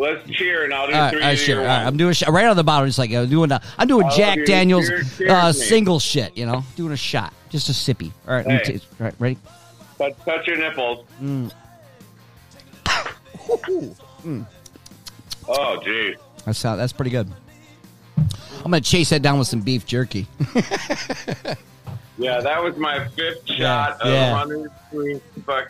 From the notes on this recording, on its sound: Seat #2 virtually. Cricket phone connections.